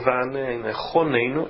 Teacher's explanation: um Kamatz que é chamado de Kamatz Katan, pequeno Kamatz que também tem o som de O.